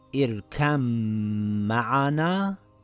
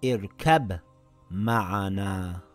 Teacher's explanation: Merging also happens to the ba and the meem. The ba gets dropped · Shown in: first take · and is read as irkam ma'ana and not irkab ma'ana.